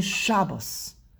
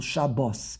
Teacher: In Hebrew, the emphasis is on the last syllable · Shown in: second take